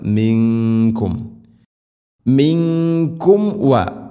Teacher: സാക്കിന മീമിന് ശേഷം വ വരുമ്പോൾ രണ്ട് ചുണ്ടുകൾ തമ്മിൽ തട്ടിച്ച് മീമിനെ പൂർണ്ണമാക്കണം